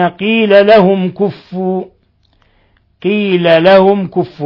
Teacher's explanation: ميم ساكنة جاء بعدها الكاف إظهار شفوي